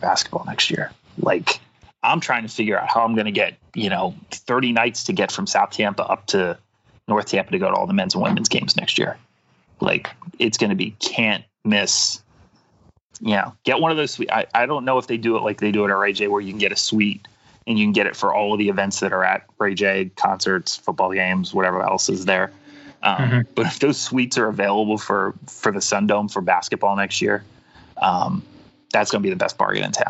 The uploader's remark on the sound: via Skype